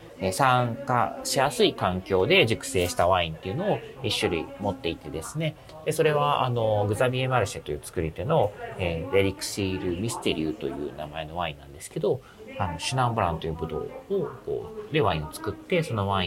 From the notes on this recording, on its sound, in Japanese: ちょっと音声処理がイマイチだったのでアップロードし直しています。出張帰りの空港で収録してお届けしています。